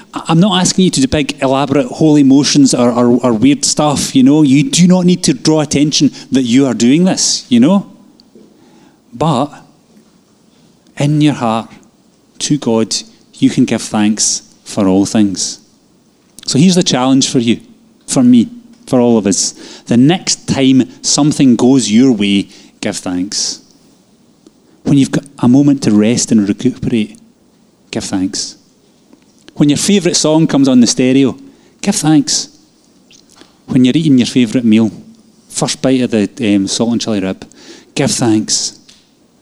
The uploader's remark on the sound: Live from our Sunday gathering